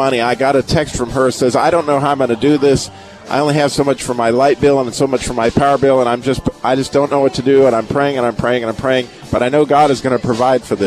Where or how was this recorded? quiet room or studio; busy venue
busy venue